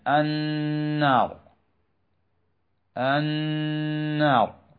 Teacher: نقوم بنطق هذه النون ونظهر غنة بمقدار حركتين لا أكثر، فتنطق كالتالي: النار النار، فقط، ما نزيد كثيرا ولا نتكلف.